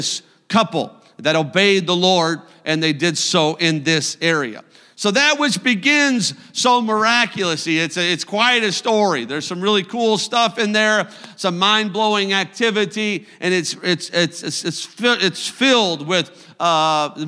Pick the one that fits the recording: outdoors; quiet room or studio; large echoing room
large echoing room